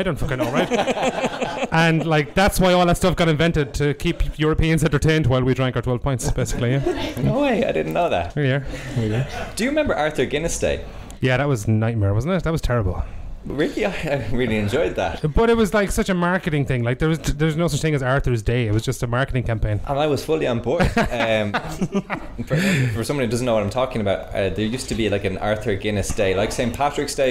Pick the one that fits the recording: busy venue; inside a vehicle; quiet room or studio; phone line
busy venue